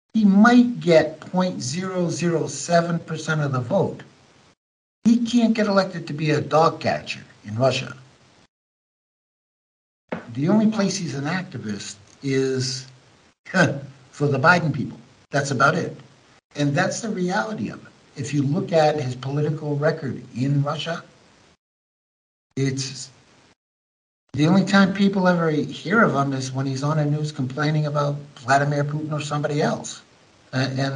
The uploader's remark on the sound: American Journalist in Ukraine Skypes Me